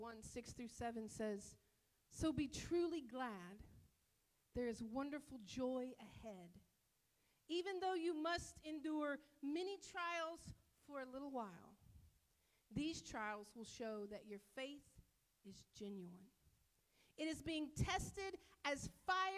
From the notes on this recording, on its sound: This sermon was delivered and recorded at Northpoint Community Church in Beaumont, TX